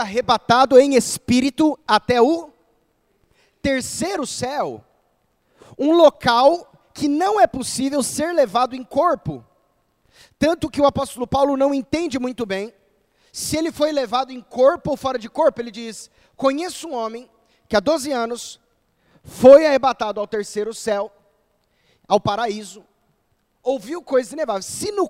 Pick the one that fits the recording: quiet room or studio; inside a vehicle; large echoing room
large echoing room